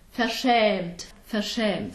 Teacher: So a real open äh sound.